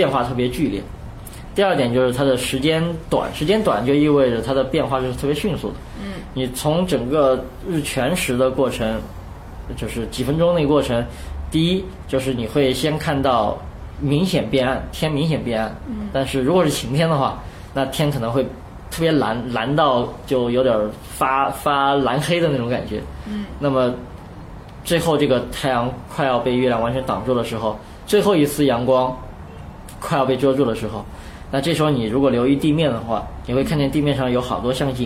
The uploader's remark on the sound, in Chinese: 本期节目为在张大妈办公区用录音笔录制，可能有街道上的杂音，请见谅。